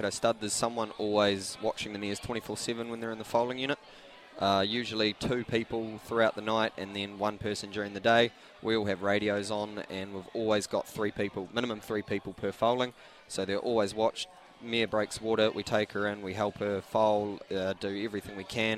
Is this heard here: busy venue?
yes